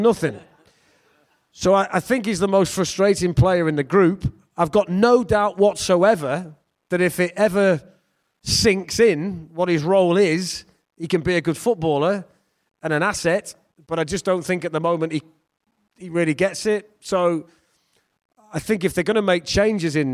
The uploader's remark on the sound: Garibaldi Red Live Show. At the Trent Navigation as they answered questions from the audience.